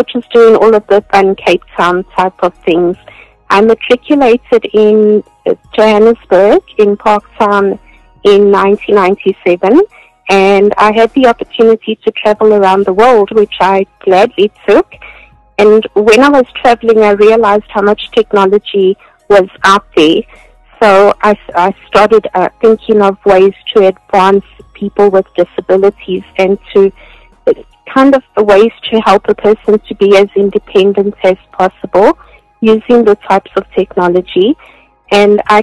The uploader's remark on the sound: joined over phone